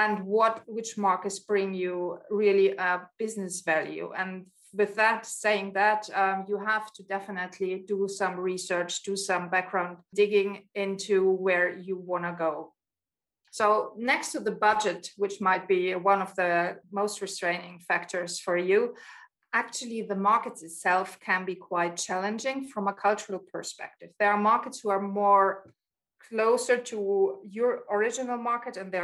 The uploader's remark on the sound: Joined over Zoom.